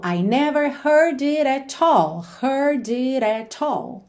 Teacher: mais ligadinho, mais dinâmico, aquilo que não precisa de ênfase, e marcar somente o at all, que é o nosso ponto de ênfase aqui na música